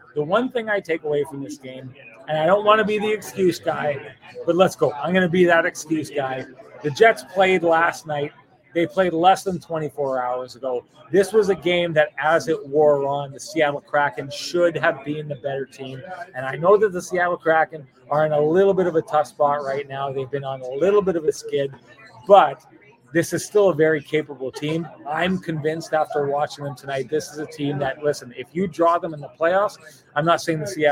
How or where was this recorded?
busy venue